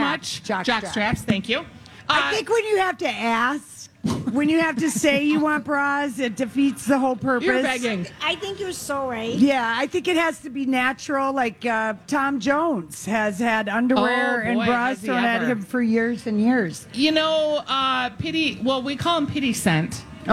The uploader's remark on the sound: Day 1 at the MN State Fair